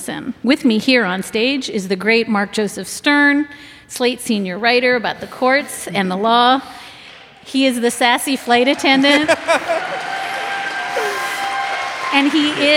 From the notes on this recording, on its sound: Take your seats for a live show from Washington DC this week. This live show is part of Slate’s Full Court Press coverage. Listeners will hear the question and answer segment of the live show.